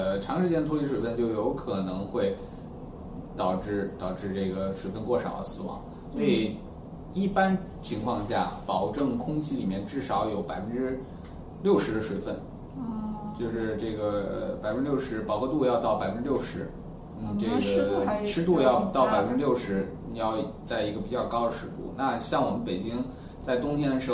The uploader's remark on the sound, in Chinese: 本期节目为在张大妈办公区用录音笔录制，可能有街道上的杂音，请见谅。